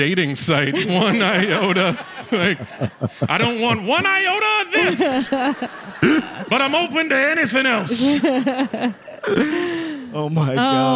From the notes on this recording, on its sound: LIVE at the Bell House